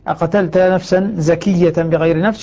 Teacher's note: لما نشيل الألف ونشد الياء صارت الزاكية، صارت زكية